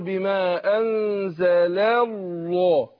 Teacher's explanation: اللام الاولانيه مرققه يعني الاصل في اللام الترقيق وبعدين هنا ايه اللام لفظ الجلاله هنا ايه مفخمة